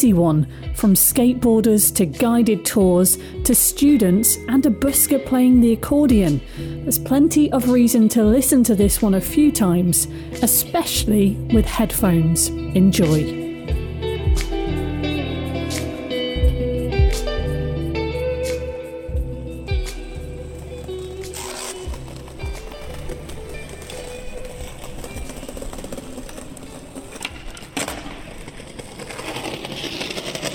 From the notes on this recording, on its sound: We begin by standing not far from the steps of The Herbert Art Gallery. We’re looking across University Square towards the sculpture of St Michael and the Devil, as skateboarders move around us. Taking the steps up along St Michael’s Way as a workman sweeps the steps and builders continue in the distance at St Mary’s Guildhall. We close the soundscape with the tunes played by accordionist. The recordings were captured using a binaural microphone.